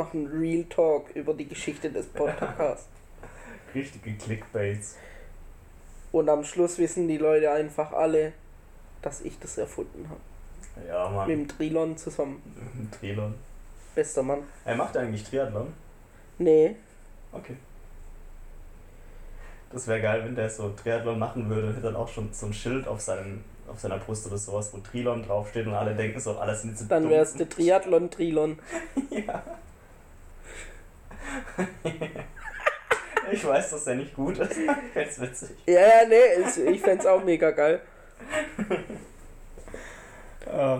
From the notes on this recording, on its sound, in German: Die Tonqualität musste dieses mal leider unter Corona leiden.